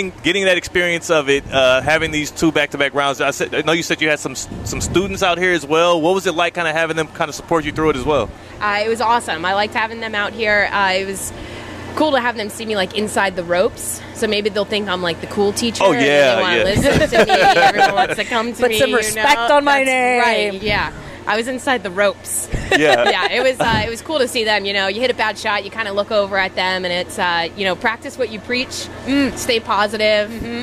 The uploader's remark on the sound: Live from the Gainbridge LPGA. At the Gainbridge LPGA at Boca Rio.